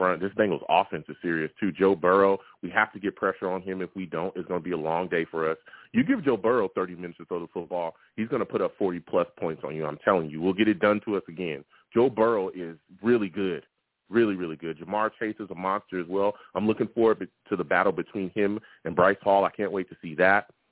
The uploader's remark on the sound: I also take live callers!